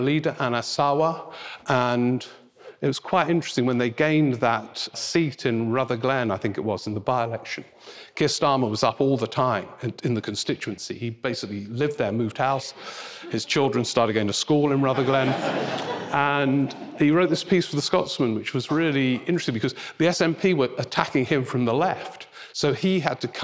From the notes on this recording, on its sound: Rock N Roll Politics Live At Kings Place. It was a packed house at Kings Place this December for a live Rock N Roll Politics: The Festive Special.